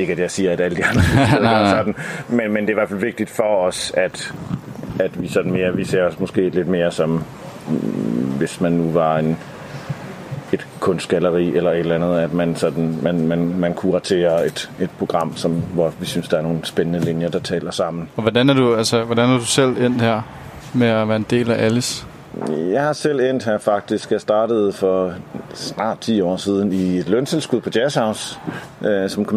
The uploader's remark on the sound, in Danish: Absalon Radio Besøgte Alice i den første uge af Jazzfestivalen 2021. Vi blev lukket ind i den hyggelige gård ved Alice hvor de i år har rykket festivalen ud under åben himmel.